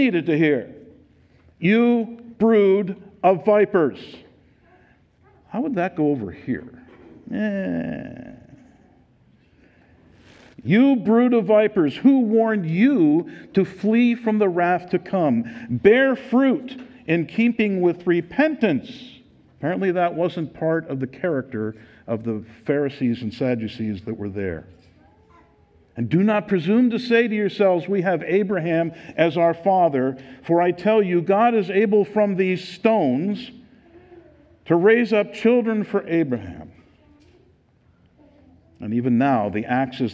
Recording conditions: live audience